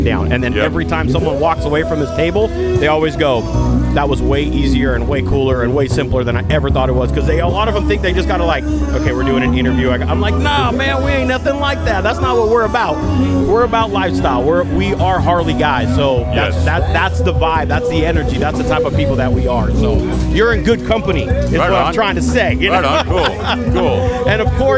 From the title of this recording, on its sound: Live from SoCal Bike Drags